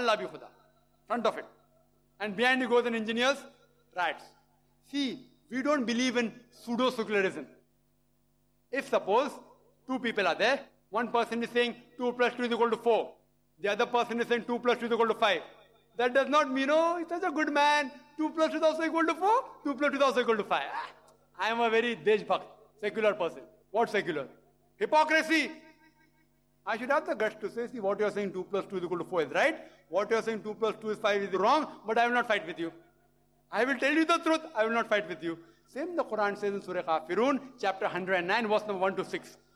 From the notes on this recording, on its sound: video lecture (with Q&A Session)